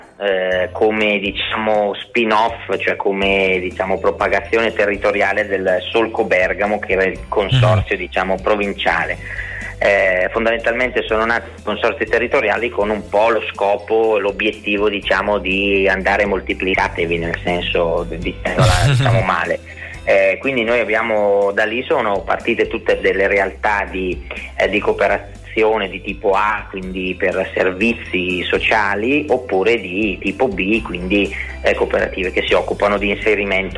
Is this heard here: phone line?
yes